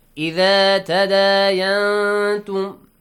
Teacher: إخفاء. Hide the sound of noon and produce a nasal sound.